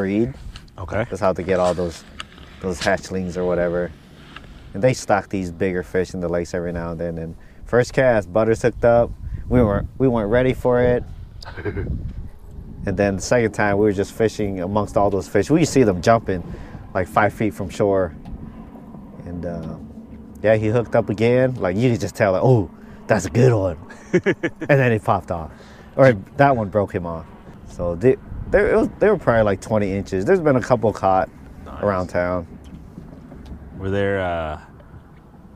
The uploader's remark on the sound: It's been a while since we tried to catch fish and record a podcast, try being the keyword here... Our continued weird weather here in Iowa.